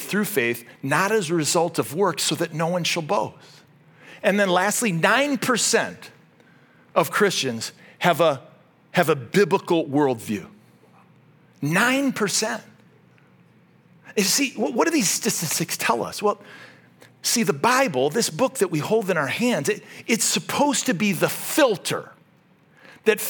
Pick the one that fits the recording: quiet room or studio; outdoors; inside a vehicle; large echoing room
large echoing room